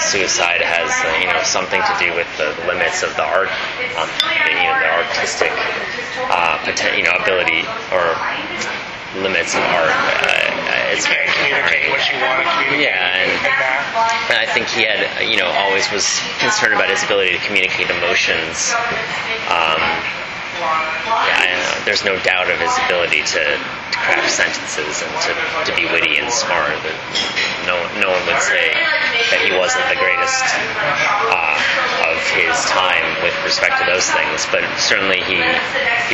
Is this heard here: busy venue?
yes